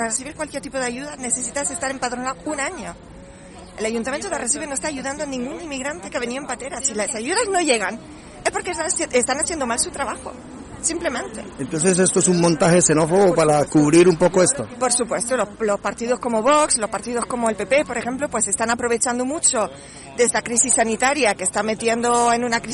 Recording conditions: outdoors